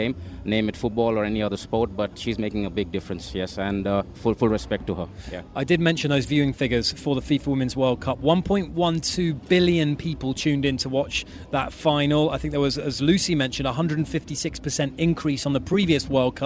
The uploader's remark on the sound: From the rooftop garden of Barasti